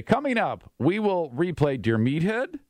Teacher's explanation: When they speak, everything ends in an upward inflection.